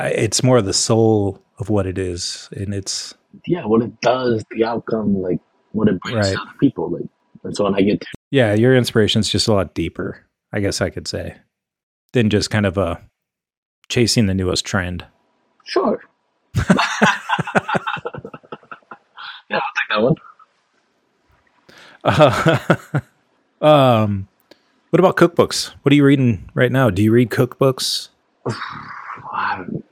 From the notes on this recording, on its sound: Recorded using Riverside. Recorded using Riverside.FM - The best solution I have found for recording my podcast.